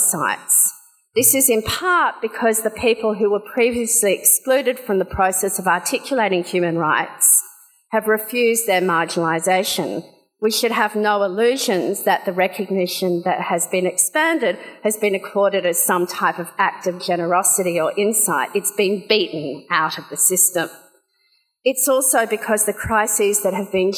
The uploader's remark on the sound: Audience Q&A